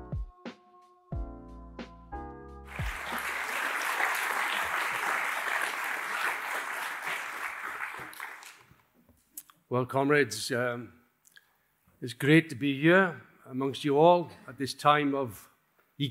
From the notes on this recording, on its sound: In this talk given at the recent Revolution Festival